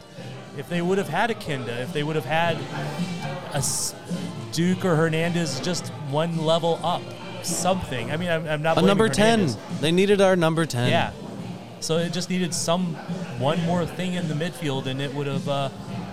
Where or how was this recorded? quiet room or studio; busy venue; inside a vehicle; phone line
busy venue